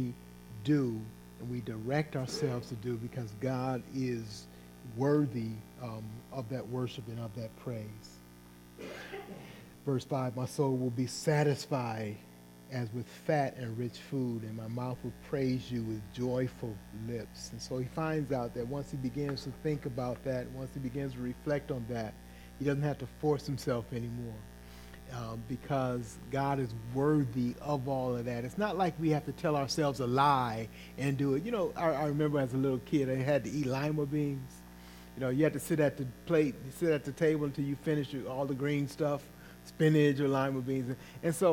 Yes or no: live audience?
no